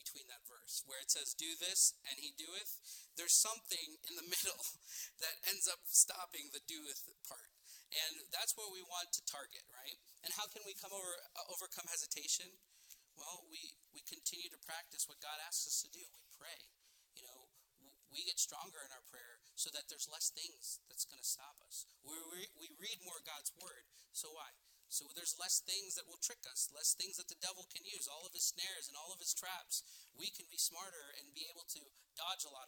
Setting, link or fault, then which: setting, large echoing room